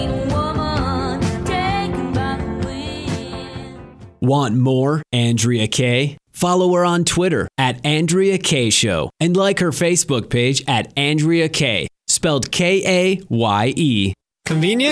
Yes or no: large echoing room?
no